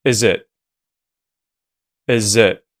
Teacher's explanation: you may even hear the vowel sound in the word it get reduced to a schwa as well, where you may hear erzit.